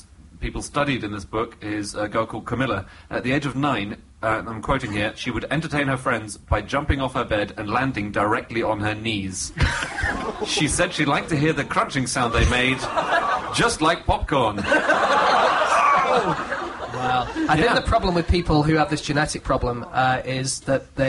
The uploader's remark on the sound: Live at the Soho Theatre